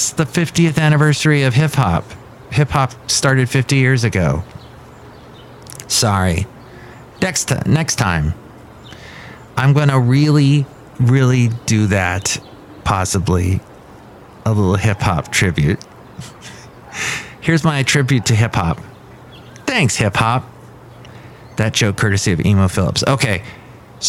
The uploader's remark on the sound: podcasts live from Café Anyway